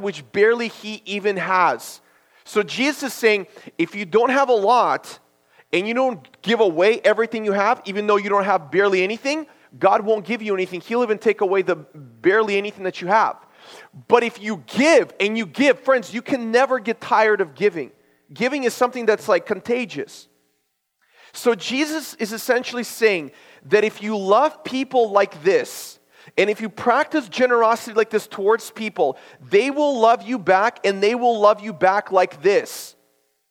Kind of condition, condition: setting, large echoing room